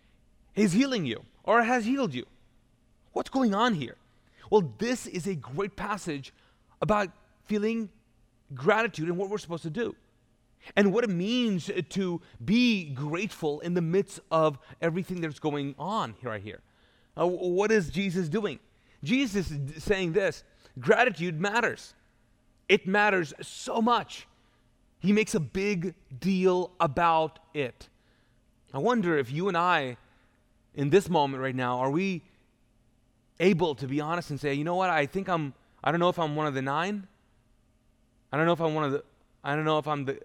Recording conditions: large echoing room